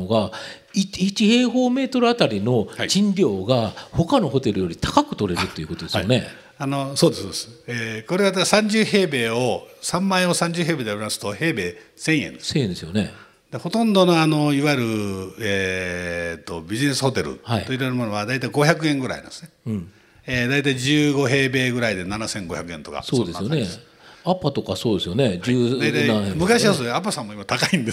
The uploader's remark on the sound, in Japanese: 東京・東銀座の時事通信ホールで行われた「ラジオNIKKEI 相場の福の神 注目企業ＩＲセミナー」